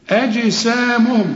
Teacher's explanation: هنقلقل الجيم واخد بالك ليه عليها السكون